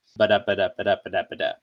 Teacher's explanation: iambic, you know, which is the term for like non-stress, stressed